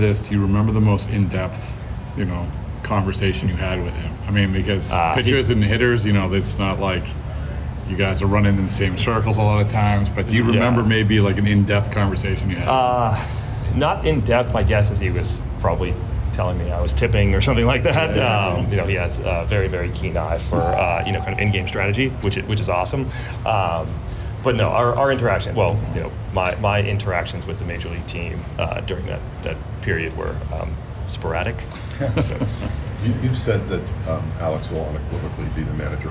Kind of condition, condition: setting, busy venue